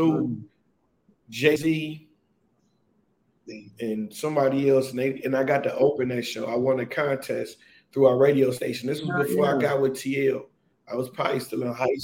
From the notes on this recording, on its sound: The connection was bad so sorry for the sound and the lagging